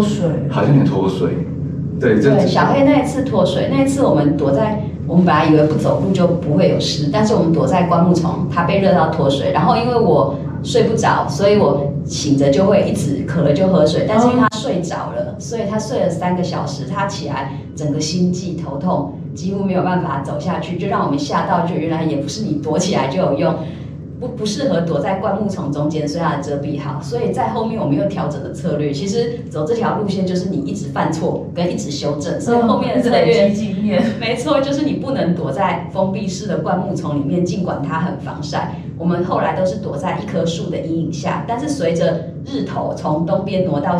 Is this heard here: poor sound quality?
yes